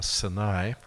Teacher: the A-I at the end of the Hebrew word is actually a diphthong